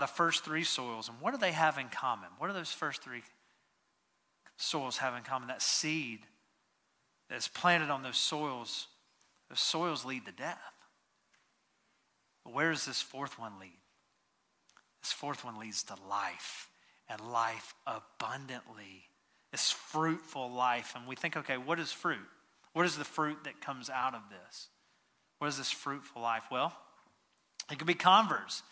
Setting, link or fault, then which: setting, large echoing room